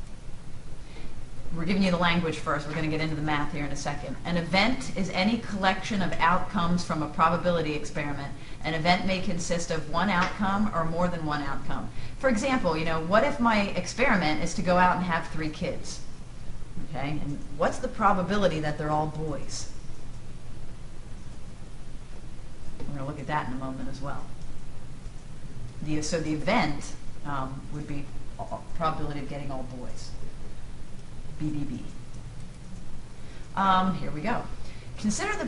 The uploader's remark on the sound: This is a recording in front of a live classroom.